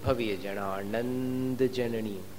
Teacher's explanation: उसको भविय जनानंद जननीयो, नंद को लंबा कर दिया।